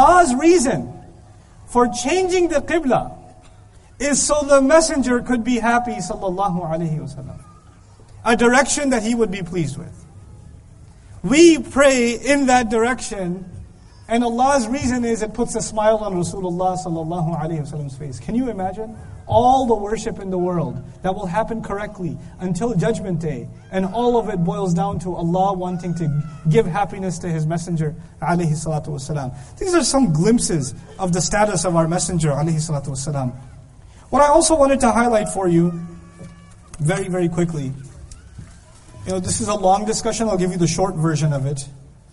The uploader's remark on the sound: This lecture was given in Qatar on February 6th, 2015.